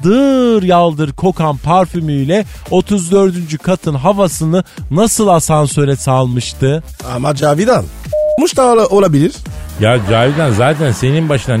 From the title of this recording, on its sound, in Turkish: telefon görüşmesi